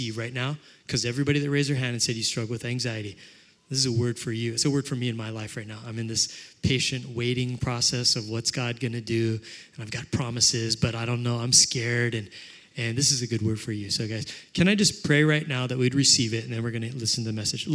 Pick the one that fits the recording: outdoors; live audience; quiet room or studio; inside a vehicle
live audience